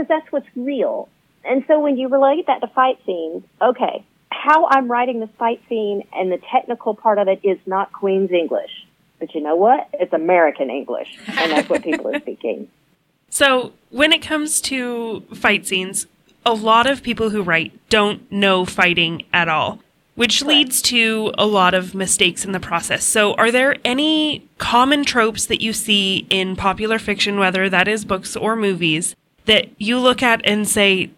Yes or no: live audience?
no